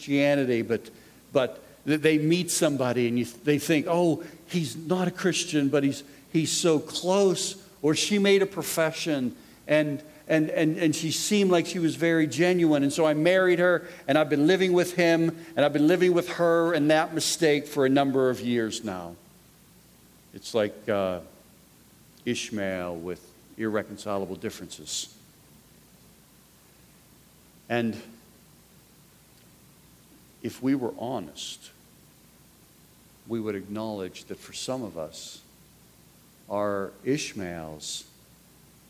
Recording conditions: live audience